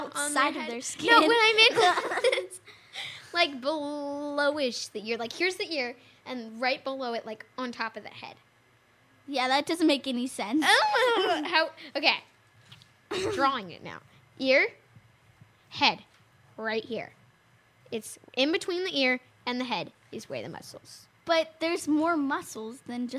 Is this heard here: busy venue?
no